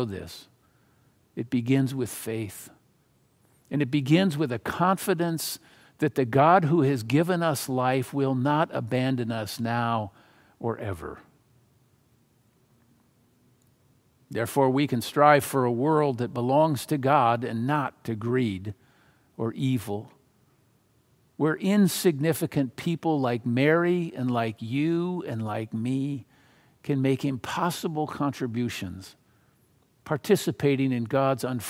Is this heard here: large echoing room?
yes